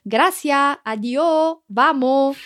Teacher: pronunciación andaluza, es la falta de S al final